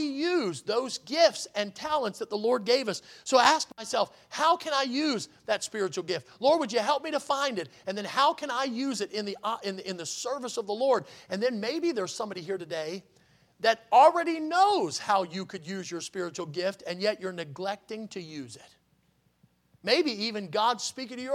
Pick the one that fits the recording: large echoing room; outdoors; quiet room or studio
large echoing room